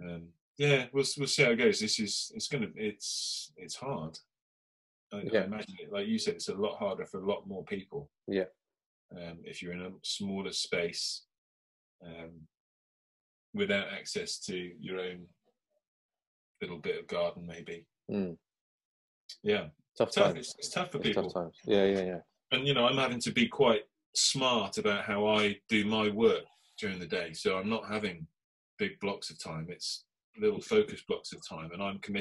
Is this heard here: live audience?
no